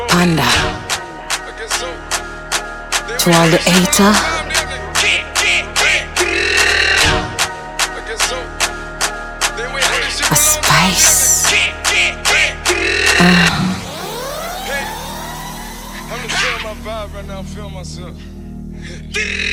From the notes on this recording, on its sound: Raw Live DJ Set performed by myself in the beautiful Republic Bar, in Accra, Ghana. The fact that it's Open Air brings an awesome energy.